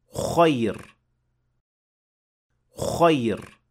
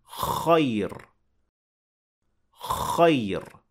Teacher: The mouth is open, but the lips are not rounded, and there is no O added to the beginning of the word. · Shown in: second take